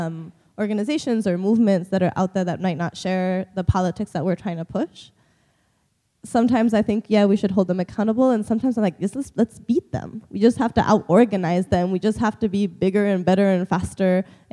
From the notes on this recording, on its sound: Discussion in Plenary. Plenary at DWN's 2016 conference.